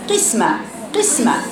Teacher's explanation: القاف المكسوره اثر الكسر بيبان فيها جدا لانه حرف استعلاء